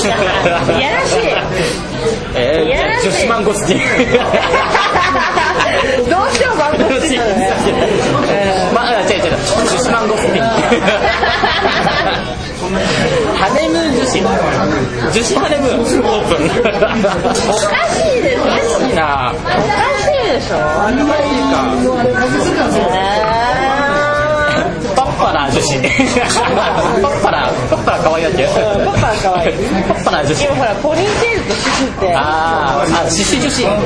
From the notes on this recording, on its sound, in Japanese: 某立ち飲み屋で「いざかや～ん相談室」に代わる新コーナー「5 Minute」というタイトルが決まるまでの様子を収録しました。